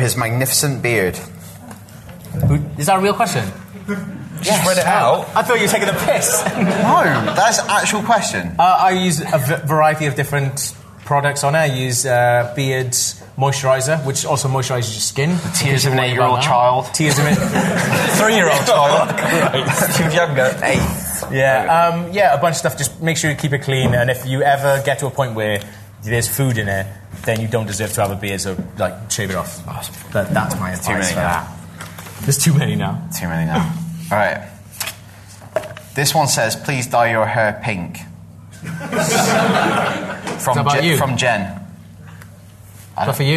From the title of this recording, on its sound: Live at the Glasgow Film Festival